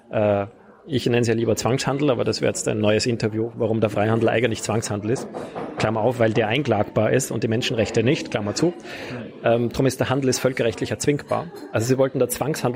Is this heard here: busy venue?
yes